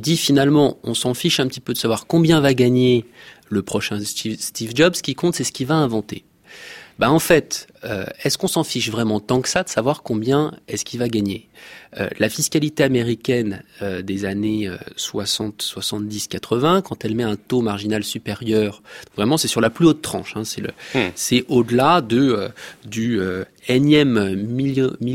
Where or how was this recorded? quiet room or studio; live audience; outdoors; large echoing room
quiet room or studio